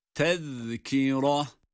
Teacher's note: Burada zel harfi var ve peltek ince okunmalıdır